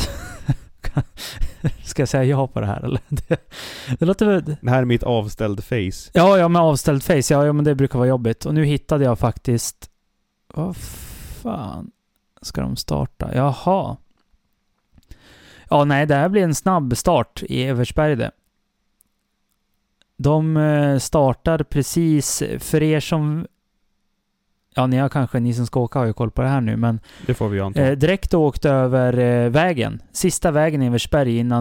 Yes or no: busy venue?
no